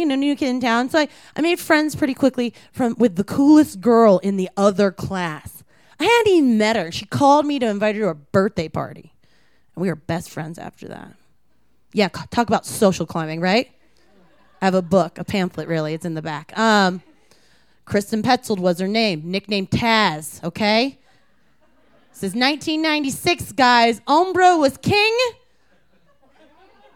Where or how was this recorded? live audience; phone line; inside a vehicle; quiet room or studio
live audience